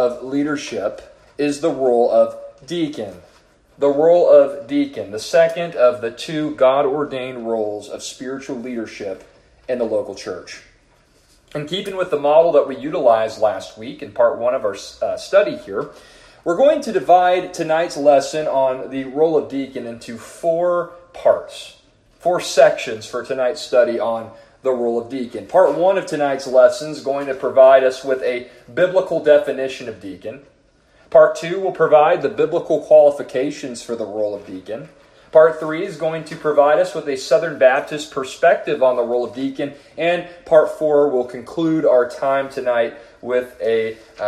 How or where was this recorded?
large echoing room